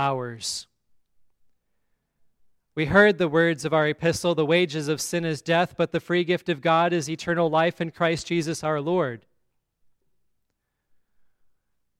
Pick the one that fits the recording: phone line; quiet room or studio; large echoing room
large echoing room